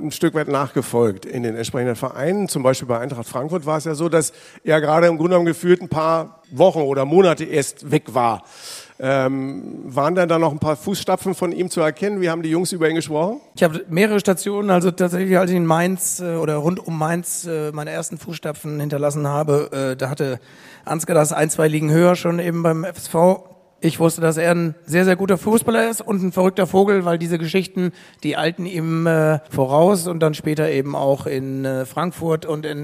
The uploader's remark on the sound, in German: Kickerherz Live! Podcasten vor Publikum im Designer Outlet Ochtrup im Grenzgebiet von NRW zu Niedersachsen. Ist halt Live!